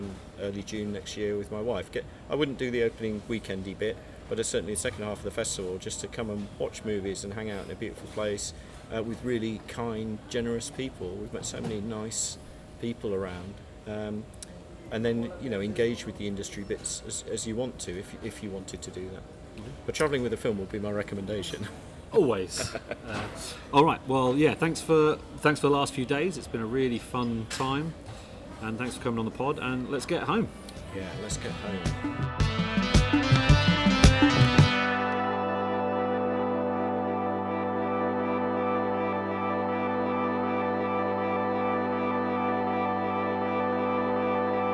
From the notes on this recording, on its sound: An audio diary from the 2022 International Festival de Cannes. Some of the diary entries are a bit peaky due to mediterranean winds, so please bear with some of the audio segments of the diary.